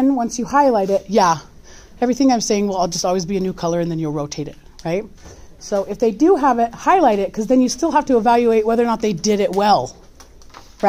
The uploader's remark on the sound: This is a recording of an in-class formal guided peer review for the Grit Paper in CE English 1010.